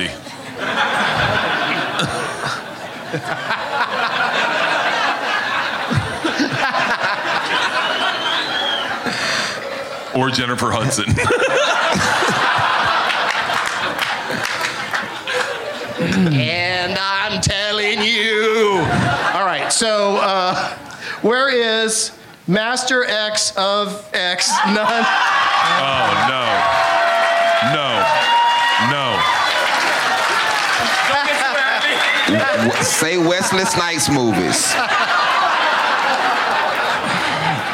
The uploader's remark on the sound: Live from Zanies Comedy Club in Nashville